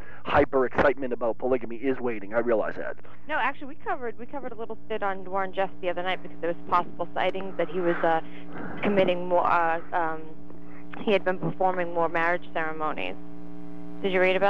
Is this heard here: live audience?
no